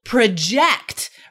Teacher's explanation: But did you know that the meaning totally changes as a verb spelled the same? Emphasis on the second syllable